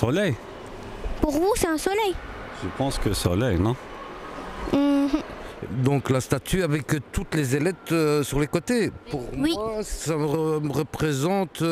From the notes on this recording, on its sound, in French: Enregistrée le jeudi 17 août depuis la place de la maison rouge. Avec les enfants de l'interstice asbl.